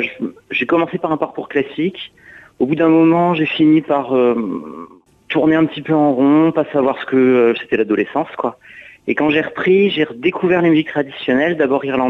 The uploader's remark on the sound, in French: invité par téléphone